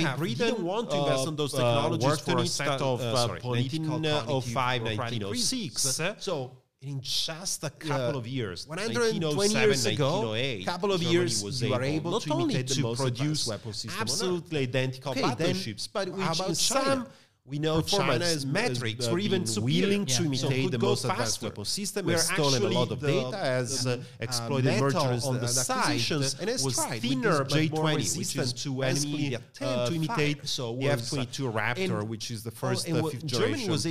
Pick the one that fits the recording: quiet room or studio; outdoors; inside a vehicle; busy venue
busy venue